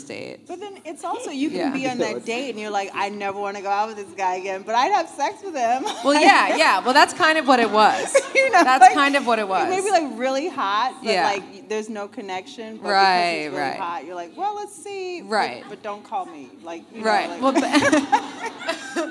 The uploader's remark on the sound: Live Panel in Chicago. In our live podcast from Chicago.